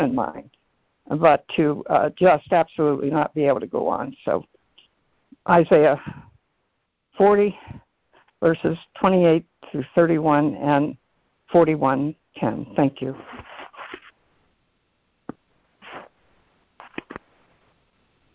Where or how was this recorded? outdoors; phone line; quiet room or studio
phone line